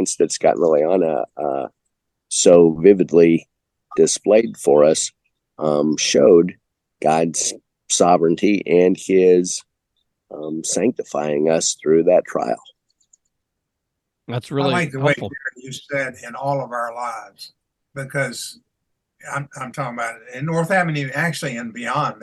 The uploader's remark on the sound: Made an additional recording on Zoom.